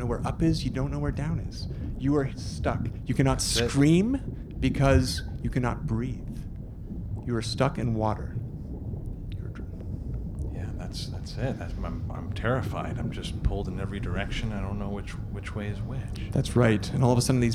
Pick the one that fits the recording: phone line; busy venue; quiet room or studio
busy venue